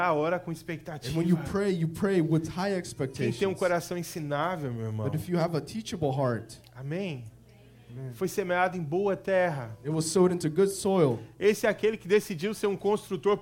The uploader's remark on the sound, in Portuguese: Ministração gravada na igreja Videira Seattle